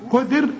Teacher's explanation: الدال هتقلقل لأنها عليها السكون